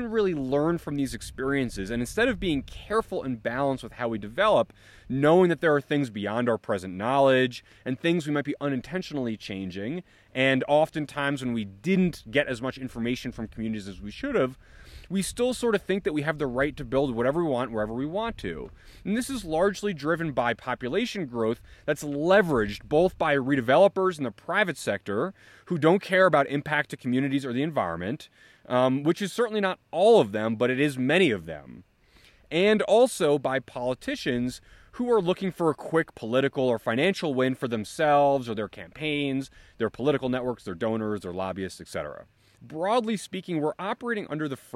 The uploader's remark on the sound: recorded in Dixie National Forest in Utah